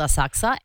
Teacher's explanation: you don't pronounce the U